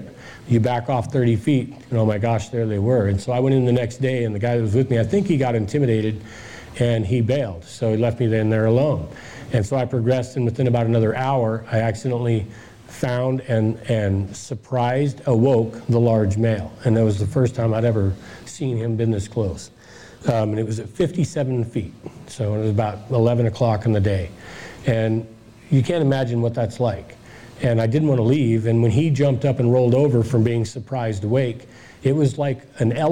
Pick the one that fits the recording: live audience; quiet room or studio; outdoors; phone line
live audience